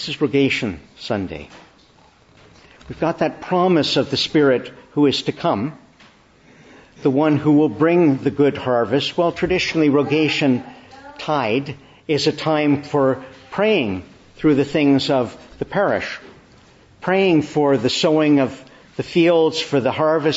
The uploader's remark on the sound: May 14, 2023 Morning Service. Preached in the Annunciation of the Blessed Virgin Mary, Ottawa.